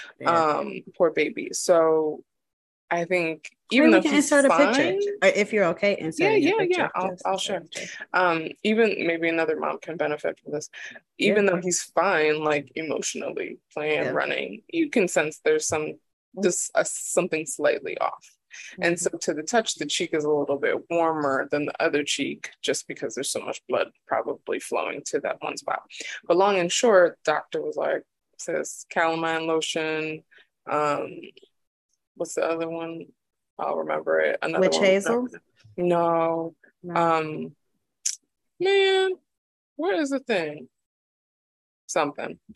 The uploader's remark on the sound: we test out Zoom podcasting for the first time